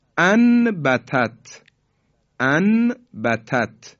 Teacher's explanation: خب نون ساکن به حرف با رسیده، میشه انبتت، قلب به میم شد